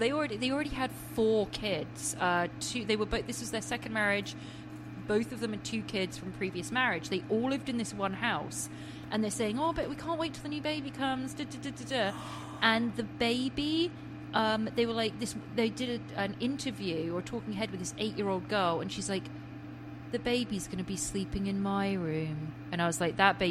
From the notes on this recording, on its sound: We apologize for a bit of background noise in the episode!